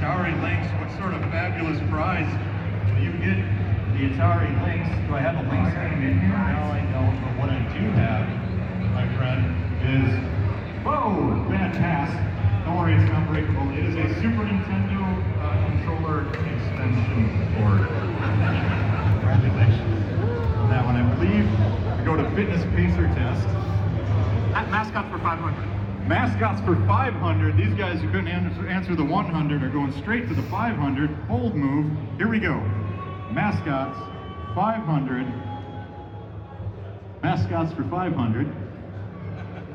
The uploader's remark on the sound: Live from Midwest Gaming Classic 2022 it's the Midwest Game Show Classic!